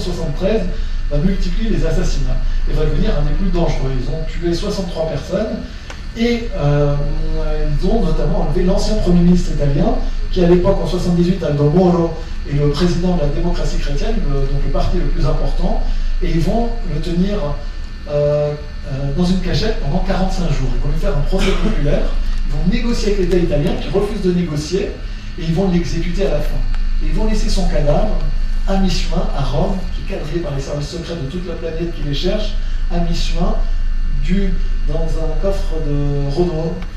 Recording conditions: large echoing room